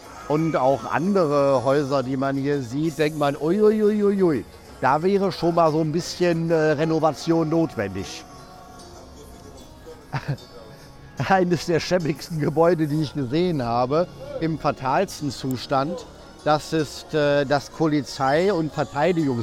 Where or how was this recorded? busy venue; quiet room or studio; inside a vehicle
busy venue